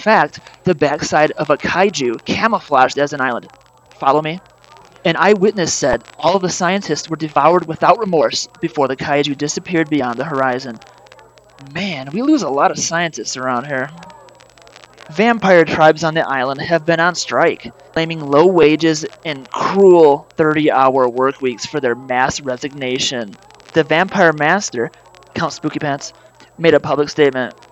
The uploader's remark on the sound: report live from the West Beach for the New Year's Eve Extravaganza.